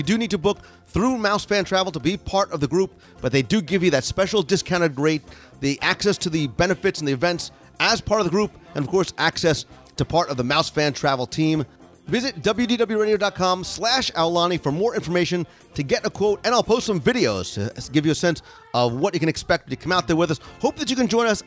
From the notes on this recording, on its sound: Tony's Town Square Live Restaurant Review. This week I invite you to join me (virtually) around the table for another live Walt Disney World dining review.